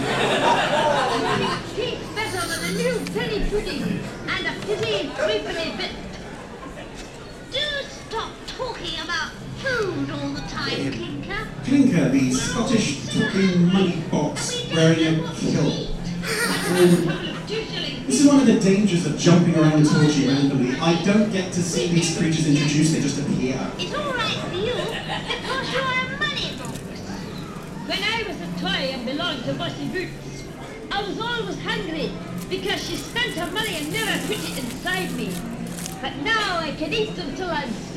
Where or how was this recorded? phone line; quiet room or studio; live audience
live audience